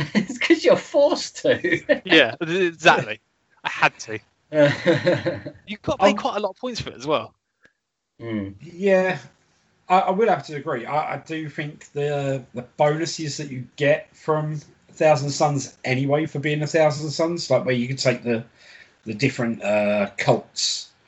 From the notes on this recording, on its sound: Welcome to the first Skype Episode